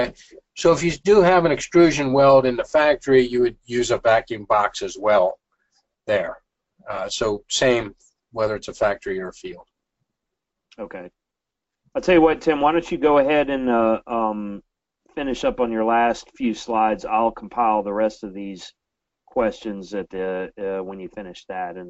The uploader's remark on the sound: This is an audio version of the FGI webinar.